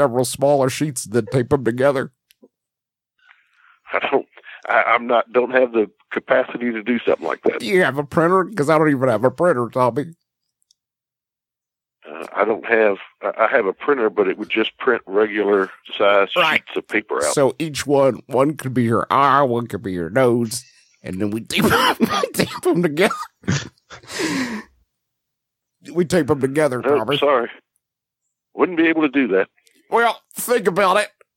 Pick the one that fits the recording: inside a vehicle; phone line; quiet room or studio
phone line